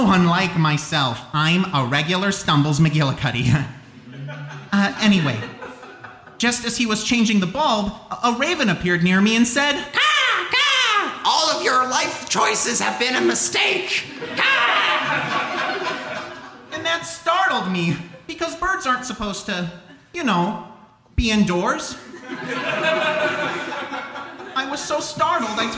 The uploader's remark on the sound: The Live Funeral at Chicago Podcast Festival 2018. Performed at the 2018 Chicago Podcast Festival.